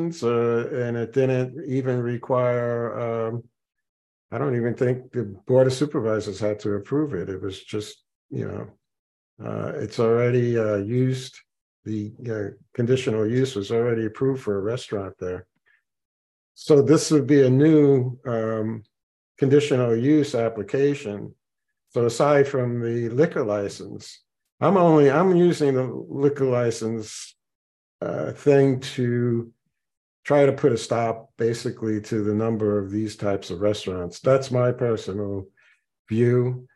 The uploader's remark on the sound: Zoom meeting. Participants had a lively discussion.